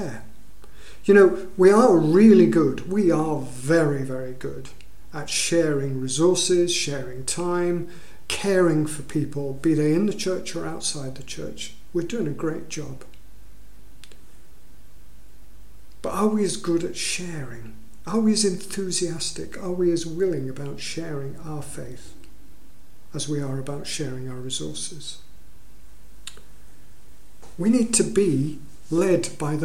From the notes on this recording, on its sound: At King's Church, Cockermouth, as an audio file.